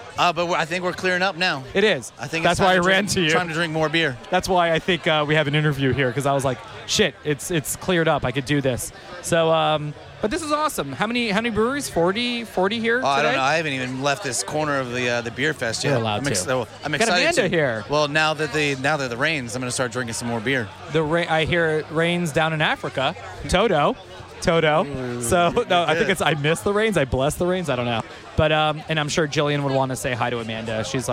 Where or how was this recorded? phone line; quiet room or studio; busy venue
busy venue